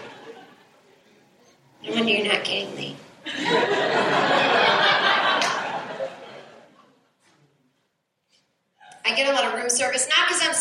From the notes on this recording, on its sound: A stand-up show she did at the Brooklyn Bellhouse in 2014 that was recorded off of the audio board. This was a two hour show of working out new material and just chatting with the audience.